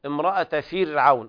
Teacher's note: ننتبه إلى ترقيق الراء لأنها ساكنة وقبلها كسر وبعدها حرف مستفل في نفس الكلمة.